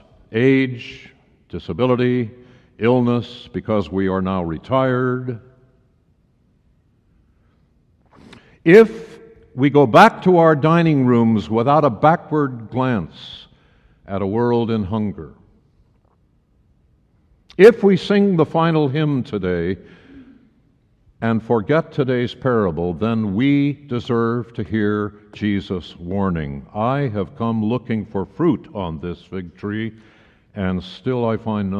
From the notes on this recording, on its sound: Message was delivered during the Traditional Worship service.